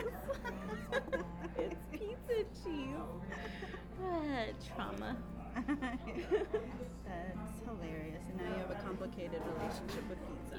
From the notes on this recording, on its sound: The first segment of the episode was recorded at a Starbucks. I apologize for the background noises and music. For some reason the end of the recording faded away.